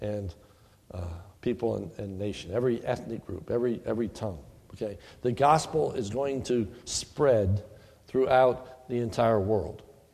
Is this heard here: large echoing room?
yes